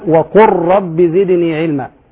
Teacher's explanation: أدغمت اللام في الراء، لماذا؟ لأن اللام قريبة من الراء